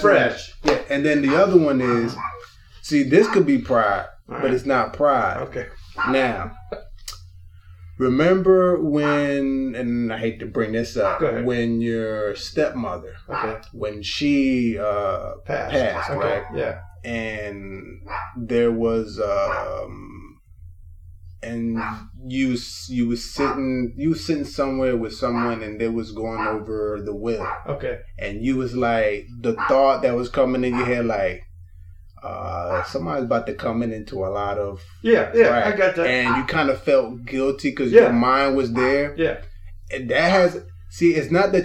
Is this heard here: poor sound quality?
yes